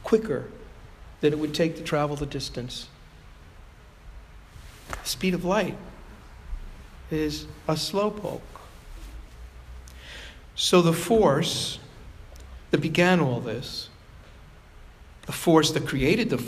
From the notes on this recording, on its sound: Provocation delivered at Sayville Congregational United Church of Christ on July 2, 2017.